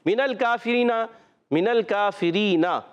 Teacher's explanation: نون کو لام سے ملانا ہے، لام کو ہلانا نہیں ہے. کوئی بھی ساکن حرف ہے جب تک حرف قلقلہ کا ہوگا، حرف قلقلہ ہوگا تو آواز لوٹ کے آئے گی، حرف قلقلہ کا نہیں ہے تو آواز نہیں لوٹے گی، ہلانا نہیں.